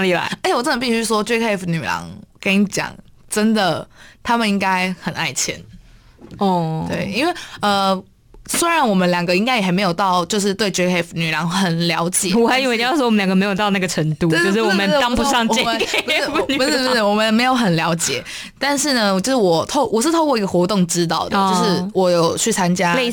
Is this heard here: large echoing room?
no